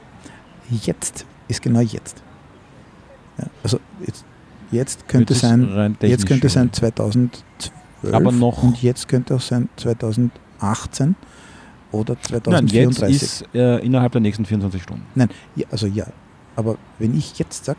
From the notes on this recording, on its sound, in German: Aufgenommen am Donaukanal.